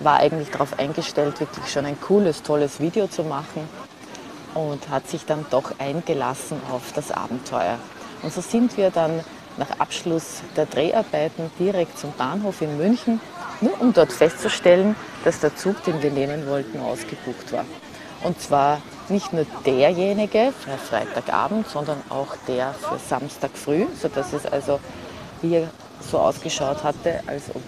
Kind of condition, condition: setting, outdoors